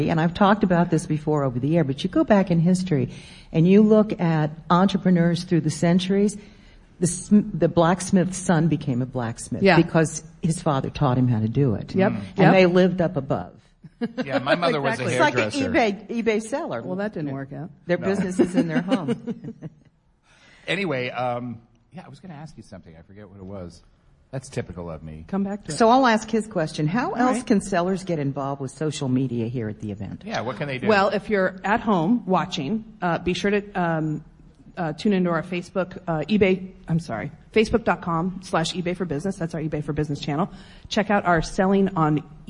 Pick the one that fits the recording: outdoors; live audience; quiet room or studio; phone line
live audience